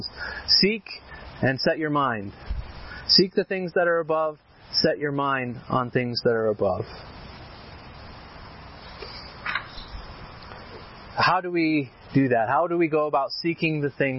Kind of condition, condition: setting, outdoors